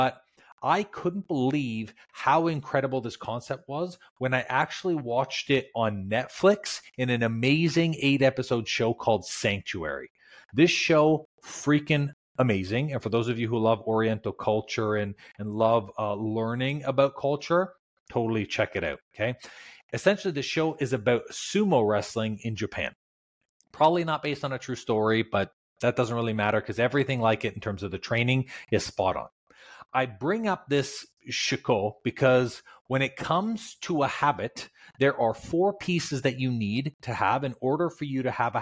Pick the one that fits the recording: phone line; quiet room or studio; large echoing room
quiet room or studio